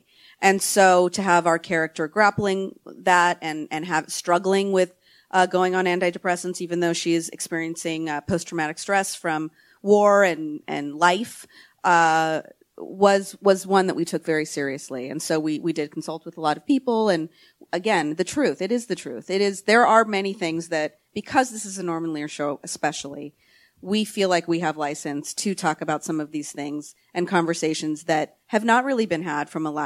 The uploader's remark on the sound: Recorded at ATX Television Festival.